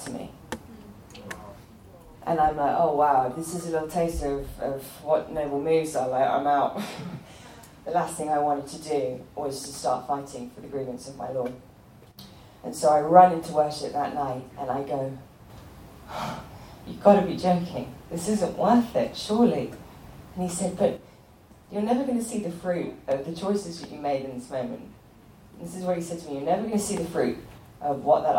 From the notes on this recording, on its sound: A talk recorded live in front of students at Bethel Church in Redding, CA.